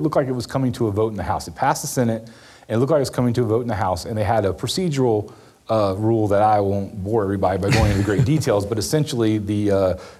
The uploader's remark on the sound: Recorded in front of a live audience at South Carolina Public Radio's 50th Anniversary Open House event in Columbia, SC.